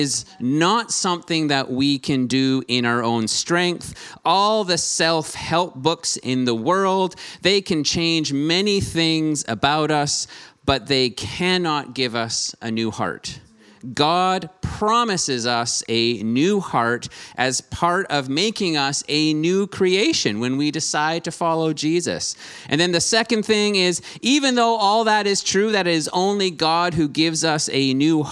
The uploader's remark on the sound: Streamed on November 7, 2021 at THRIVE Church Vancouver, Canada. Church Online is a community based in Greater Vancouver Area.